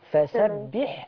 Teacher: أتمي حركة كسر الباء